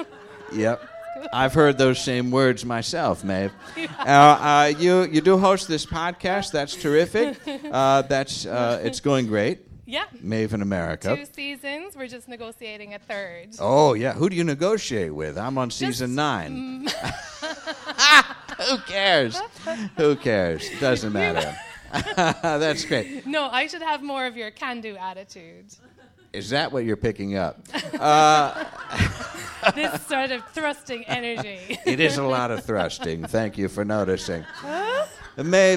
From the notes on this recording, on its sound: special live episode of Deep Night, recorded at the Slipper Room in NYC